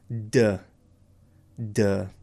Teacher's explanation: We just have one kind of a lazy D right on the ridge